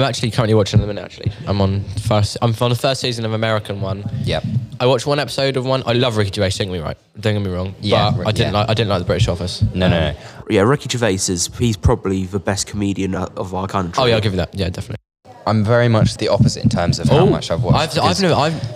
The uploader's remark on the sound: special episode recorded during SJLHS whole school open evening